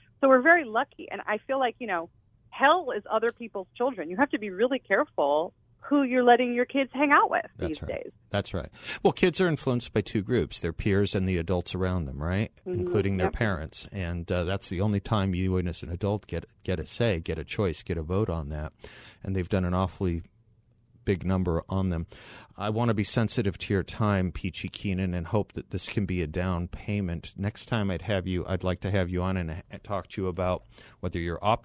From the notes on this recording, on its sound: By phone.